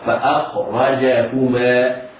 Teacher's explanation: الفاء والهمزة مرققتان، والخاء حرف ساكن مفخم، والراء حرف مفتوح مفخم، والجيم حرف شديد مرقق